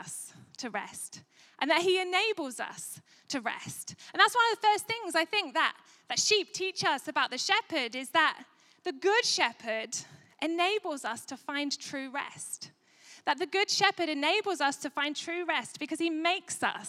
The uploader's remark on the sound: Recorded at Life Church Lancashire 20/03/2022